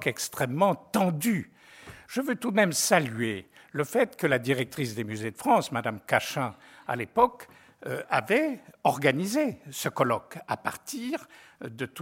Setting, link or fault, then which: setting, live audience